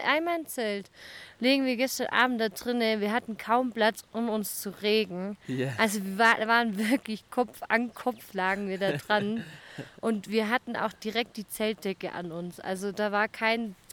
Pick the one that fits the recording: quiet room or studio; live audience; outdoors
outdoors